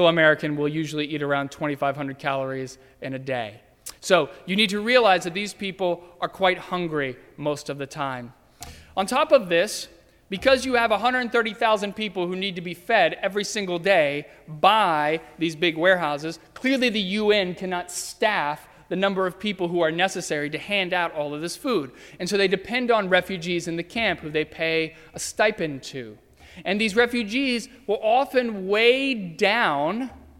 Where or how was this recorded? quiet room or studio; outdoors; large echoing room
large echoing room